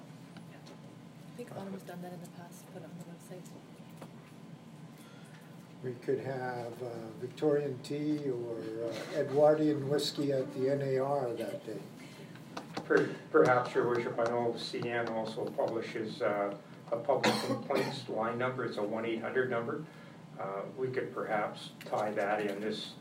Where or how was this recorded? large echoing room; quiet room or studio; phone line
large echoing room